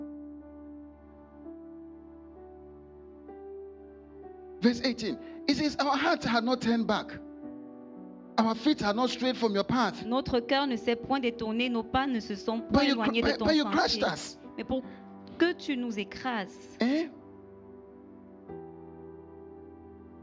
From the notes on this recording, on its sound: Preached during Joyful Hour Sunday Service